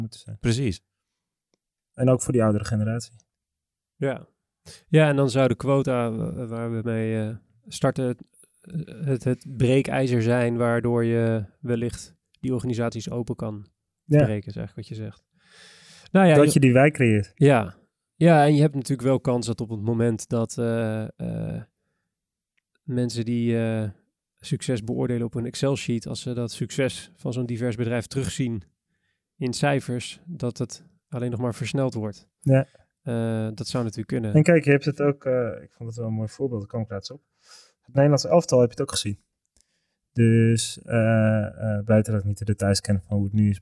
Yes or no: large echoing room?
no